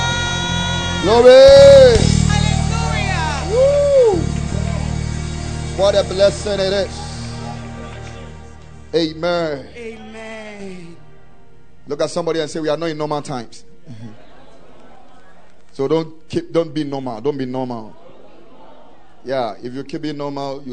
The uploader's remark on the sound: Preached at the Ekklesia Chapel